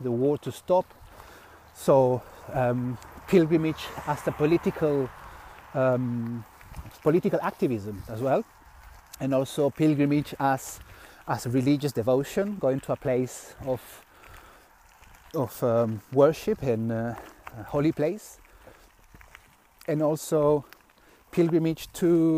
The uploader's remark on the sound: reflects while walking on the road